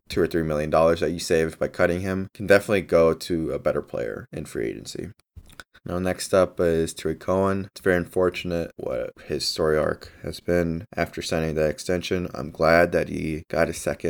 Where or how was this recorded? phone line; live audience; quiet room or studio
quiet room or studio